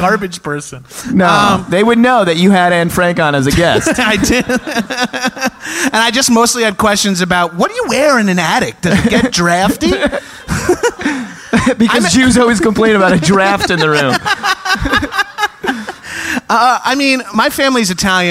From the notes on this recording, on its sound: Live From SXSW. Live at The North Door in Austin for SXSW.